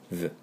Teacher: seven と唇を合わせない。唇は、前の歯に当てて、こう軽く噛む感じね。